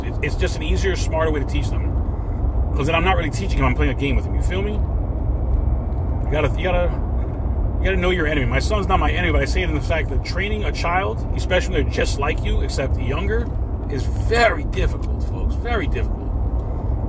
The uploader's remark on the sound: In this CarCast